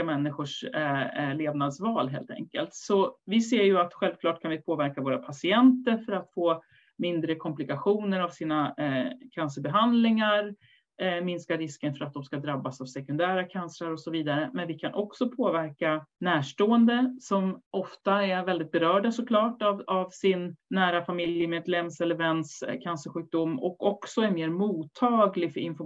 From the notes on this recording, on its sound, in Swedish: Ljudinspelningen från SOF:s webbinarium